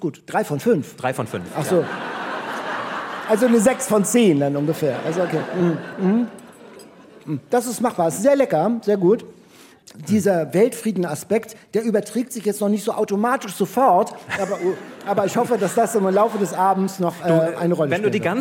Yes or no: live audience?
yes